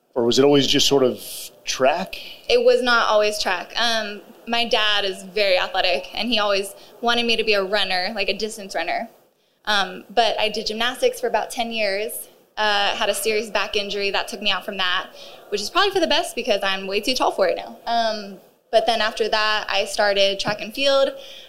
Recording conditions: live audience